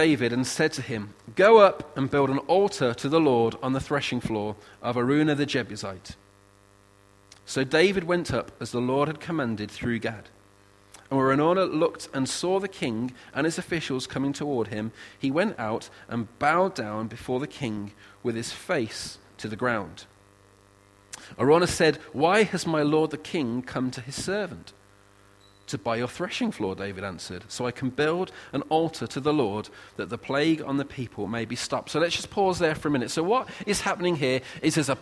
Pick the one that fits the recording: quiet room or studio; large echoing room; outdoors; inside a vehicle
large echoing room